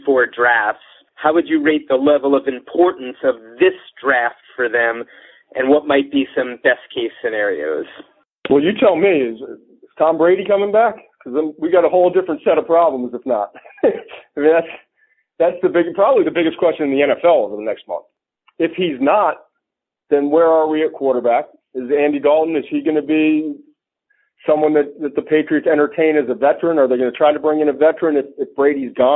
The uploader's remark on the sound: NFL Draft teleconference.